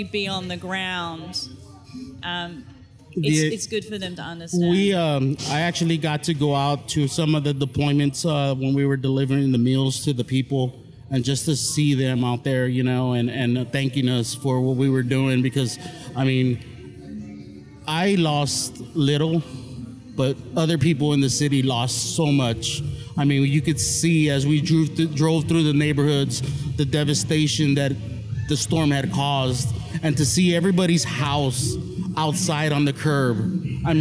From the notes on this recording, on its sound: while we were at the Houston Livestock Rodeo World’s BBQ Championships